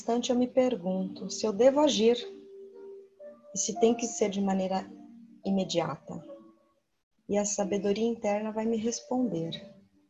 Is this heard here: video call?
yes